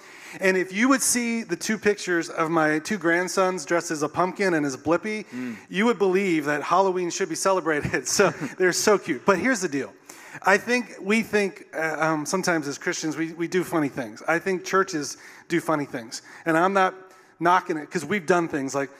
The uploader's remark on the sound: The Day We Recorded a Podcast Live on Stage. It is our first episode in front of a live audience!